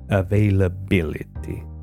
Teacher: Just find the loudest syllable. In this case, it's bill.